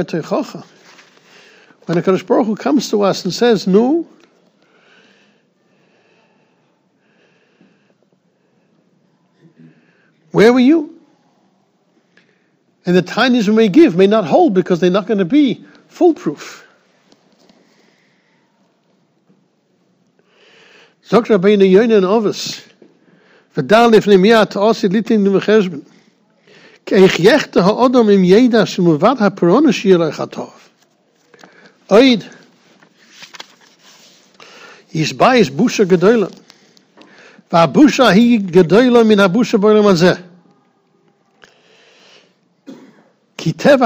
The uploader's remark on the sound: Shiur recorded in Yeshivas Ohr Reuven, Monsey, NY.